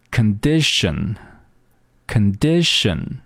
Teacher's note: 这个时候重音在第二个音节